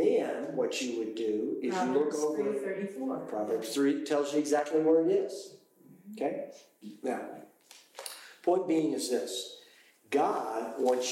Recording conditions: poor sound quality